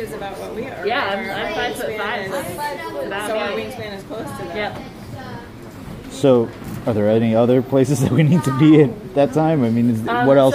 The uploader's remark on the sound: Reliving a walk through the Maharajah Jungle Trek, in Walt Disney World's: Disney's Animal Kingdom. Experiencing a walk through the Maharajah Jungle Trek, once again through the use of immersive binaural audio.